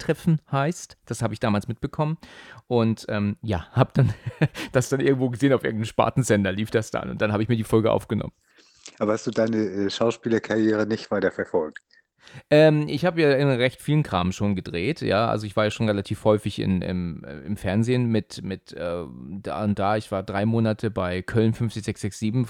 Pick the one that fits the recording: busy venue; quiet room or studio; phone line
quiet room or studio